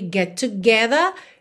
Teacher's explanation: Get together, junta ali num T só